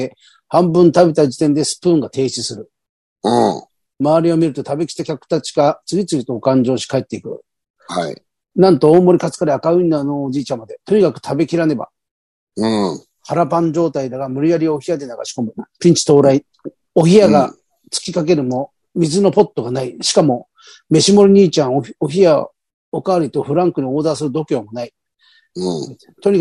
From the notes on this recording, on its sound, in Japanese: ZOOMで収録